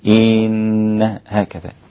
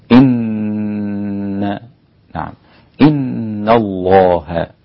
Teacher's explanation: ولا أجعل همزة أو كسر همزة إن تطول · Shown in: second take · Term: الغنة